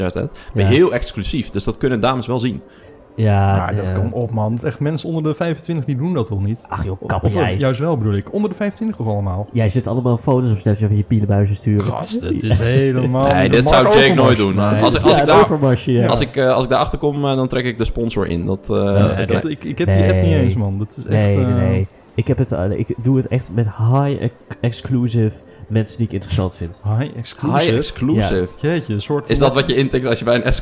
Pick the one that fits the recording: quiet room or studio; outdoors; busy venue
busy venue